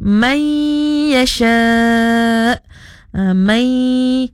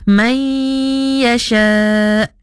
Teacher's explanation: Idgham ma'al gunnah tu kita kena cukupkan dua harakat.